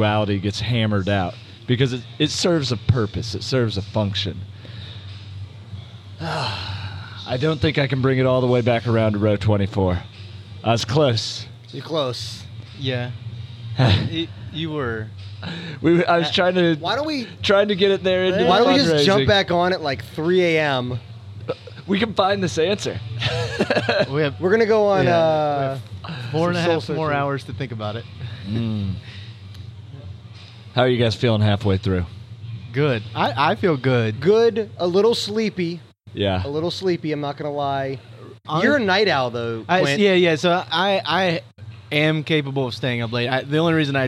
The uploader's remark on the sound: Live From Row24 At CrossFit Sua Sponte